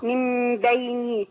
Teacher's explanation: خلي بالك من كسر النون، حضرتك بتفتحيها النون مكسوره